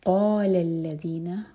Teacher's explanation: قاف heavy letter ہے، منہ بھر کر پڑھا جائے گا اور حلق سے